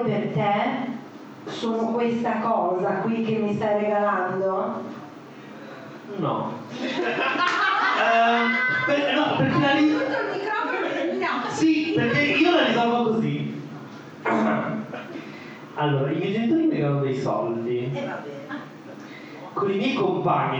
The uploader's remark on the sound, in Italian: Traumi di Natale live show